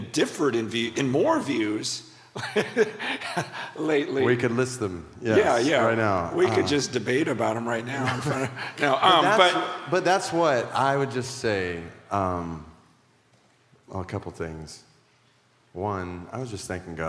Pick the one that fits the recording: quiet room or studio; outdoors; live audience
live audience